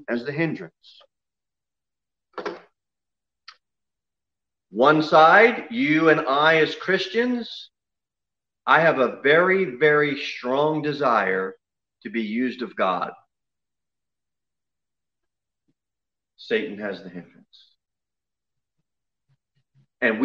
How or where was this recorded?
large echoing room